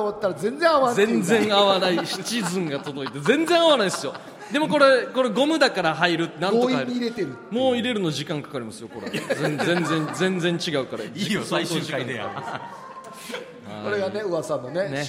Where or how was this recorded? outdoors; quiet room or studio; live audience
live audience